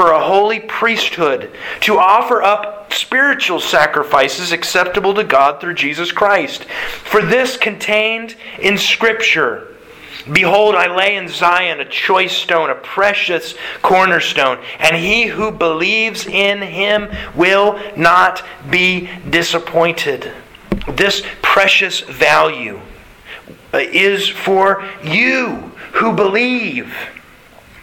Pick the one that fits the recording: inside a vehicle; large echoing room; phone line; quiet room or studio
large echoing room